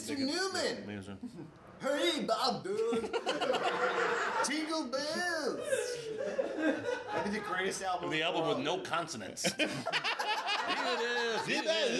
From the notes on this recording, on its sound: finally have a crowd to listen to them talk